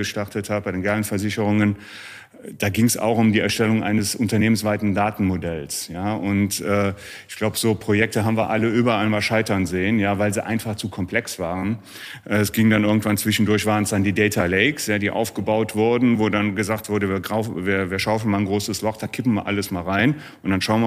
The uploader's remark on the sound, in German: Das Besondere: Diesmal nicht nur mit Ton, sondern auch mit Bild! Wir haben Folge #16 live beim MCC Kongress – Insurance Today & Tomorrow in Düsseldorf aufgenommen und direkt gestreamt.